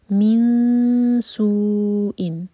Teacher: اخفاء ہوگا اور ایسے اخفاء کہ ہم 2 سیکنڈس کا ٹائم دیں گے اور سین کے لیے زبان تیار کریں گے لیکن نون کے مخرج کو ٹچ نہیں کریں گے